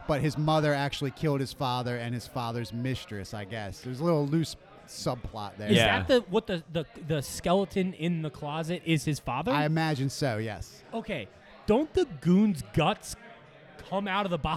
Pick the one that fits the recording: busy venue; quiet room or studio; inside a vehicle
busy venue